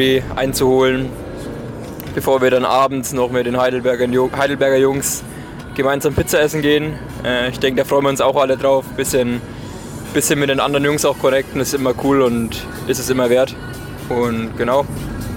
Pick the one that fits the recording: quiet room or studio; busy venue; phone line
busy venue